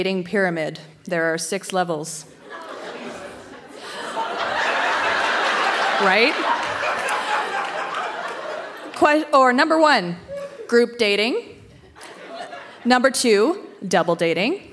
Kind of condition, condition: setting, live audience